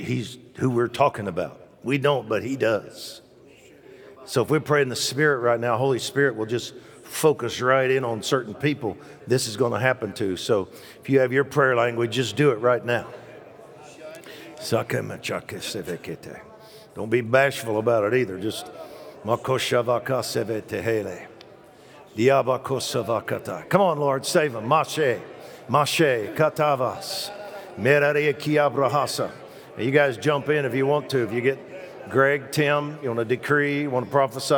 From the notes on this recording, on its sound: Recorded live at The Hub. The Oasis Church, Middletown Ohio.